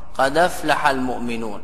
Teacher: بنقل حركة الهمزة إلى الساكن قبلها